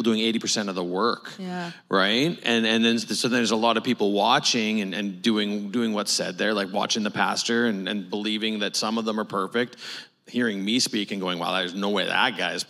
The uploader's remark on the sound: a special LIVE recording of There Must Be More